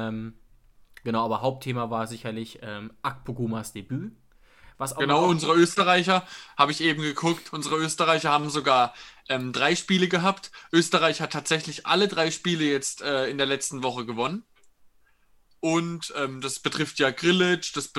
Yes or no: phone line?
no